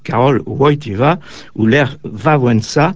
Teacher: le L barré propre à l'écriture polonaise se prononce WE, Karol Wojtyła, ou l'air Wałęsa, ou encore la ville de Łódź, Lodz à la française, patrie du grand pianiste Arthur Rubinstein.